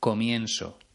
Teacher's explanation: consiste en pronunciar la Z y la C como una S · Term: seseo